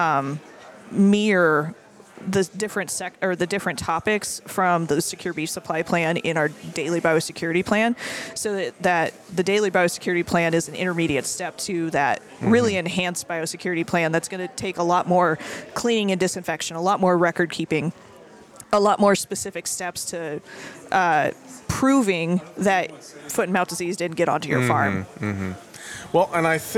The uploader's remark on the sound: We are live from the Cattle Industry Convention and NCBA Trade Show in Orlando, FL again today and we share some great conversations from the show.